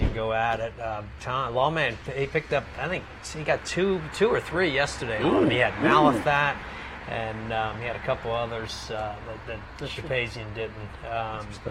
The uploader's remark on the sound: Capital OTB brings you another episode of Loose on the Lead Live from Saratoga Race Course.